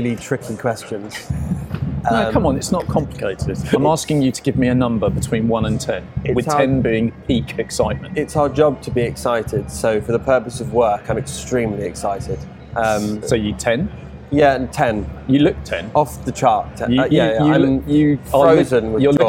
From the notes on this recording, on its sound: Recorded at RM Sotheby’s 2023 London auction, we also catch up with all the news and amazing cars on offer at the sale.